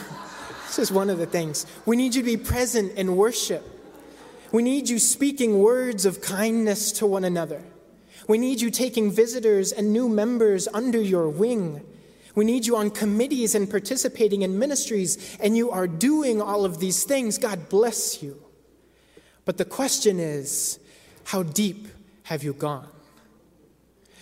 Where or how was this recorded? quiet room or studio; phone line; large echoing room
large echoing room